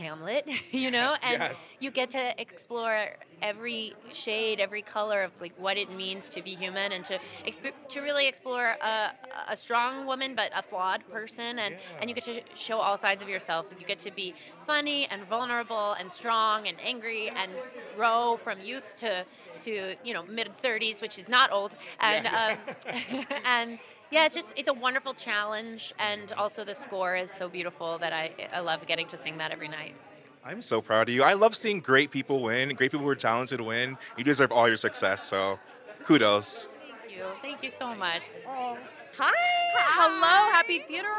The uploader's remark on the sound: Live from the Theatre World Awards Red Carpet. Live on the red carpet of the Theatre World Awards. Featuring interviews from honorees and presenters.